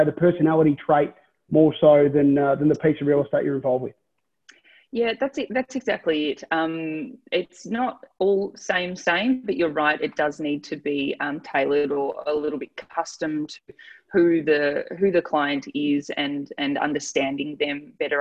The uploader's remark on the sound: ZOOMCAST